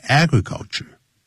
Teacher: 它重音在第一个音节